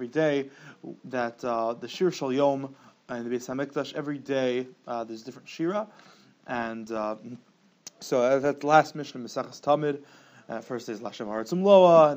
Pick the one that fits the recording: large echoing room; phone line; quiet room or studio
large echoing room